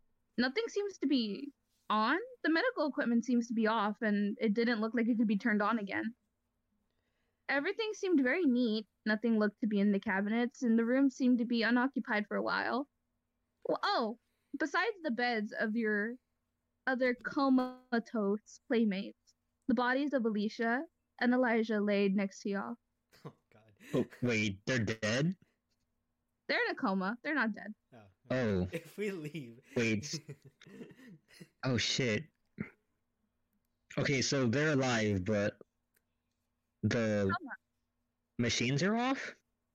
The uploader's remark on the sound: Sorry for crappy audio.